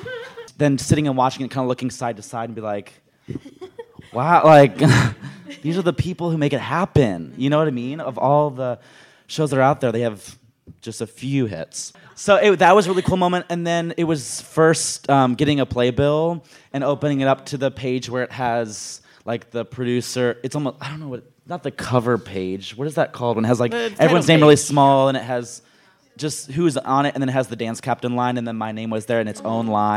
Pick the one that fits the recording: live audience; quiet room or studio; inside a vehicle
live audience